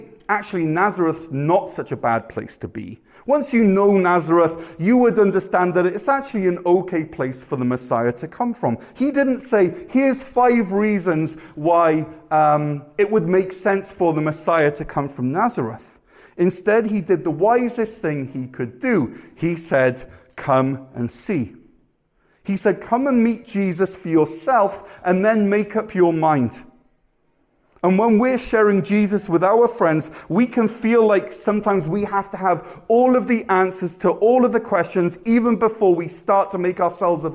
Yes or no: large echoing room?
yes